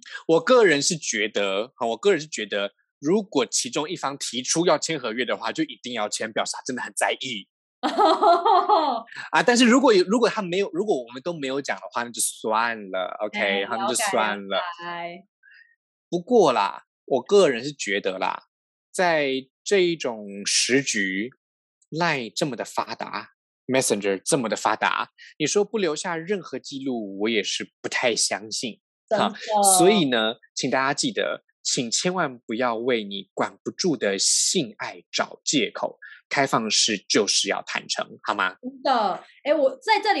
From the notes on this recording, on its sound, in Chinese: 本集採遠距錄音，因網路問題，時有斷訊、音訊不良或是雜音狀況產生